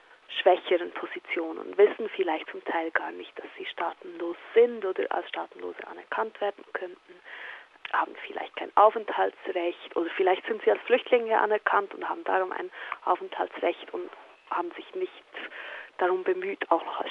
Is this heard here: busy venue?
no